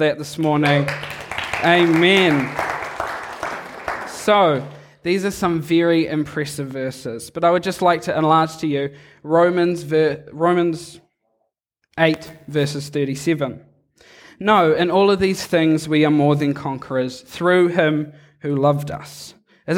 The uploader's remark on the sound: Recorded live on Sunday morning, 17 July 2002 at Harvest Life Church, Blenheim, New Zealand.